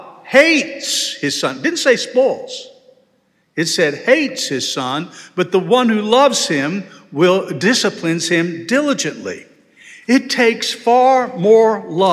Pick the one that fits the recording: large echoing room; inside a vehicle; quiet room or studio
large echoing room